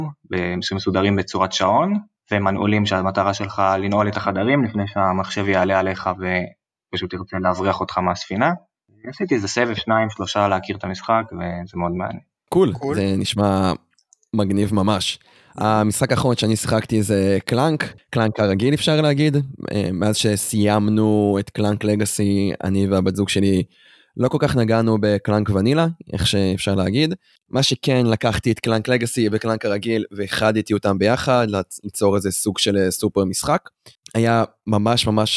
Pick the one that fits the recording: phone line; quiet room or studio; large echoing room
quiet room or studio